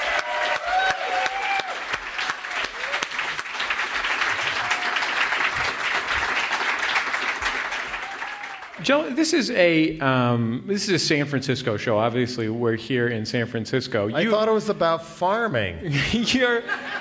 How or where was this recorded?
live audience